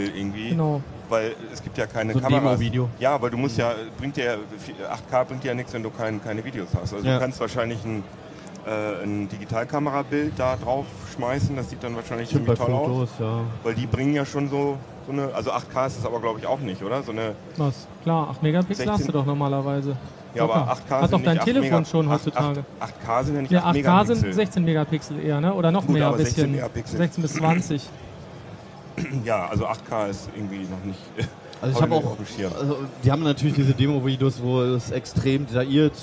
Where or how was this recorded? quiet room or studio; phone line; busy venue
busy venue